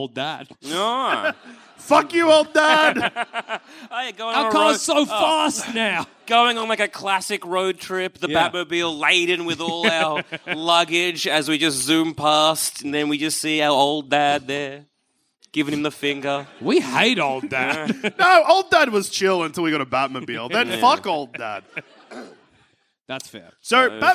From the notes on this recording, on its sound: Live from the Leicester Square Theatre in London. As part of our London 2022 Tour.